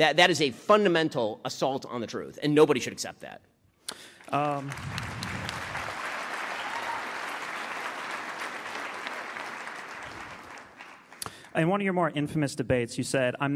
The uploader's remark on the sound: LIVE at UW-Madison. Streamed live.